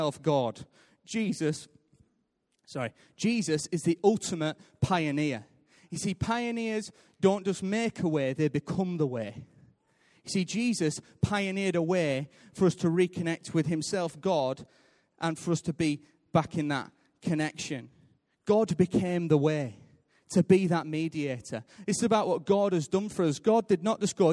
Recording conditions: large echoing room